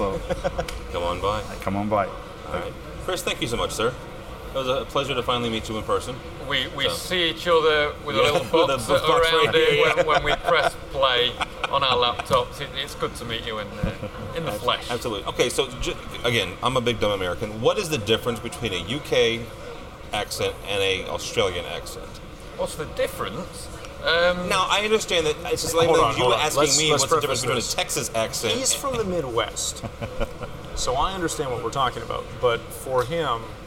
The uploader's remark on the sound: We are live from Integrated Systems Europe 2016.